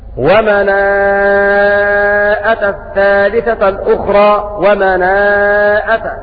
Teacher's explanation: ومناءة بالمد أربع حركات لأنه مد متصل